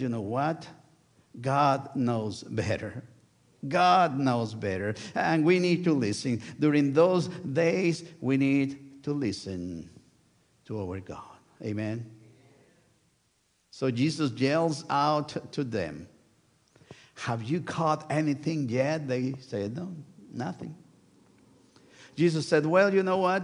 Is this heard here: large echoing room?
yes